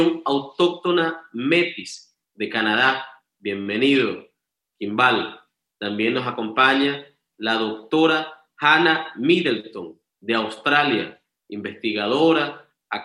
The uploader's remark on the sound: A panel discussion on the violation of Indigenous People’s Human Rights in Canada, the USA and Australia was held via Zoom. As a side event during the 48th session of the United Nations Human Rights Council.